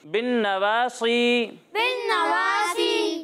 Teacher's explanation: نون میں غنہ کرنا ہے اور صاد کو موٹا کر کے پڑھنا ہے، ٹھیک ہے؟ بالنواصی بالنواصی والاقدام والاقدام۔